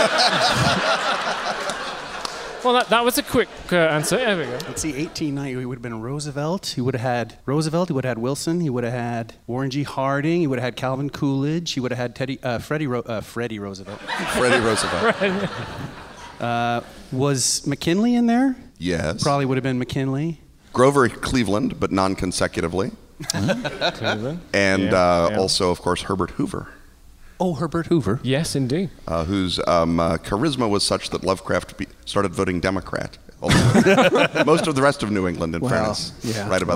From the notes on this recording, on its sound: LIVE from the Biltmore Hotel in Providence, RI on August 22, 2015!